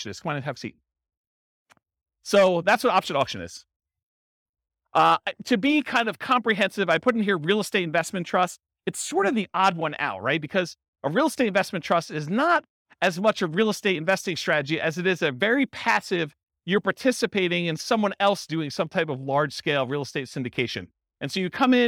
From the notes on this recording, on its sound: This was a live class recorded